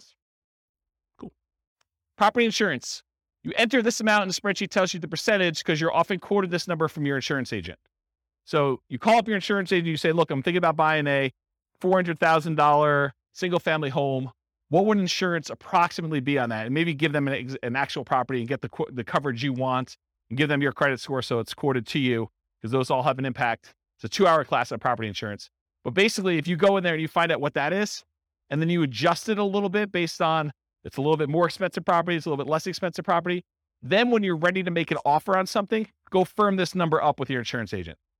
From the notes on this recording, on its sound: This was a live class recorded